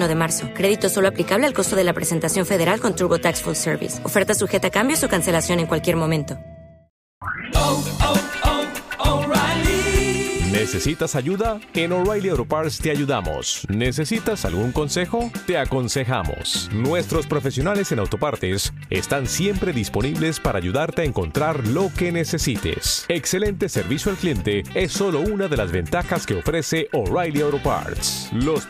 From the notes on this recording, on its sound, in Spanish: el programa en directo de **Fuera de Series en Fundación Telefónica de Madrid